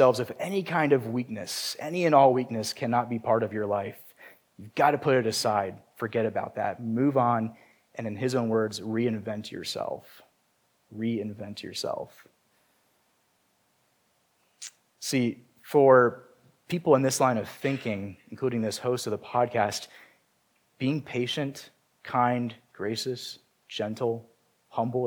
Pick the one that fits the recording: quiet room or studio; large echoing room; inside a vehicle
large echoing room